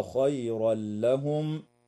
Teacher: ويدغم التنوين في اللام من غير غنة في قوله تعالى هو خيرا لهم